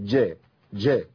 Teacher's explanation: لابد من تعطيش الجيم ولابد من بيان صفة الشدة والجهر فيها